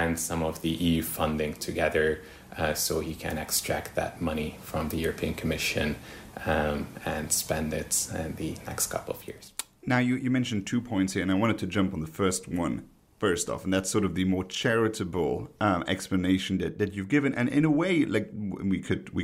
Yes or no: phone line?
no